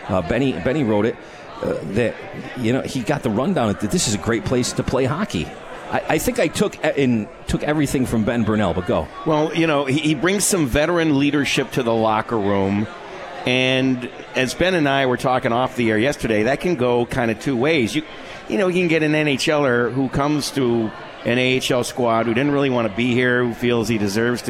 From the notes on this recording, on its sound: live from The 72 Tavern